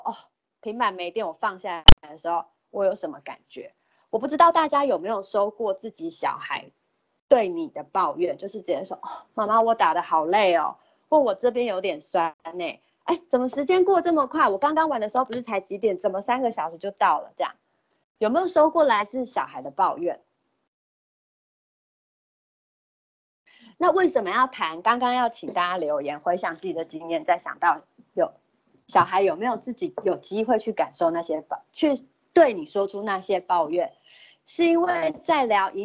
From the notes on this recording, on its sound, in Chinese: 此為線上課程錄音檔。